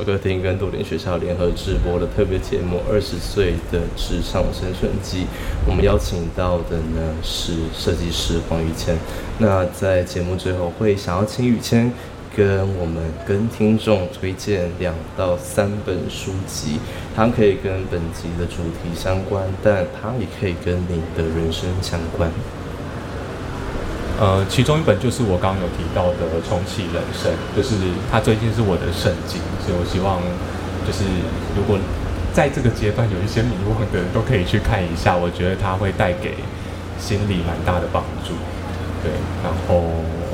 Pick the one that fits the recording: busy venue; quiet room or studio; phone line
busy venue